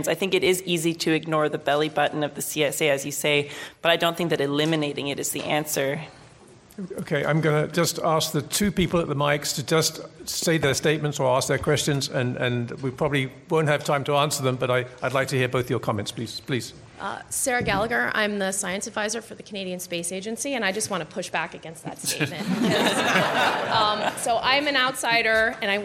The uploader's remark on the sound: Panel discussion from the recent Canadian Science Policy Conference. Short questions and answer session. I would like to thank to Canadian Space Policy Centre for providing us this audio recording.